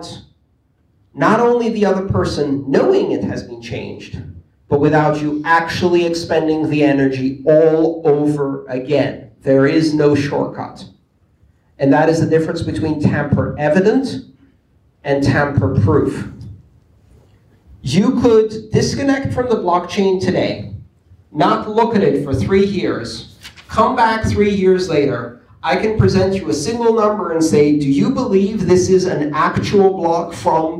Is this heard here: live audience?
yes